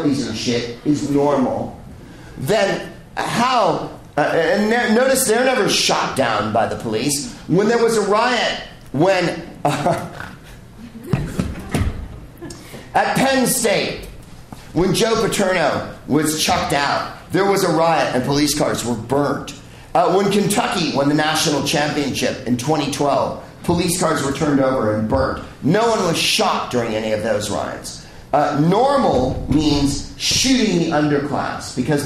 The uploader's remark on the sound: Live from the Bell House in Brooklyn, NY